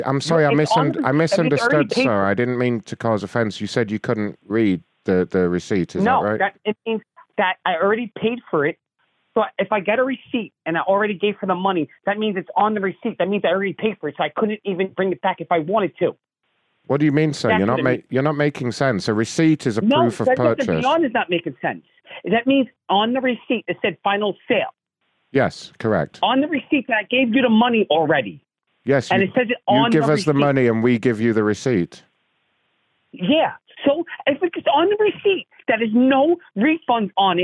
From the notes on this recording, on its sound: We also got some special incoming calls